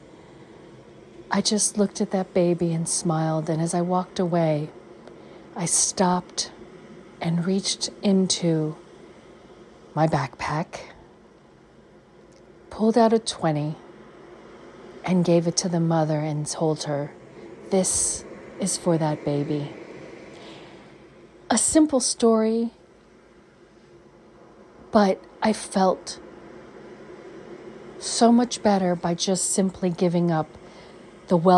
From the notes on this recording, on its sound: On Location Walk and Talk. Caribbean Mindfulness Tour: Castries, St Lucia.